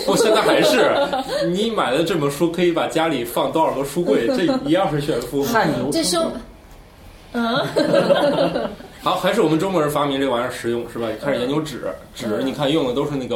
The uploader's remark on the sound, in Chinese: 本期节目为在张大妈办公区用录音笔录制，可能有街道上的杂音，请见谅。